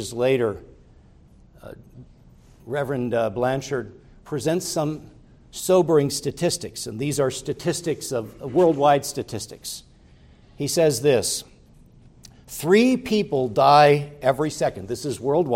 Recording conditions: large echoing room